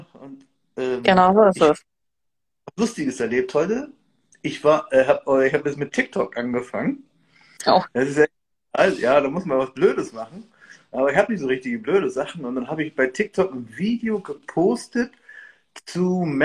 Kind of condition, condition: link, video call